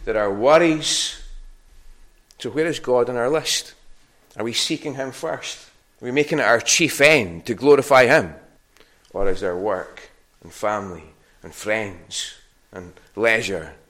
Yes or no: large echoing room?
yes